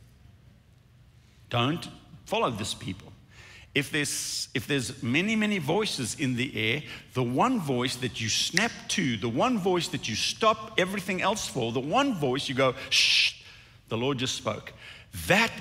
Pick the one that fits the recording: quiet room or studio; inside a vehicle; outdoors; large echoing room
large echoing room